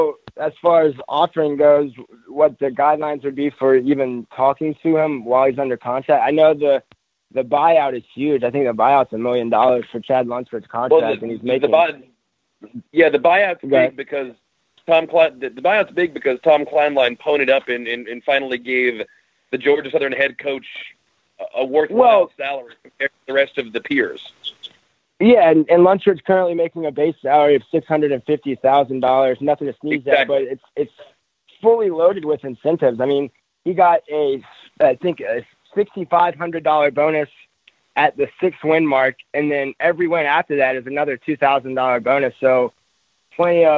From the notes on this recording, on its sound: Joined over the phone by Sun Belt commissioner.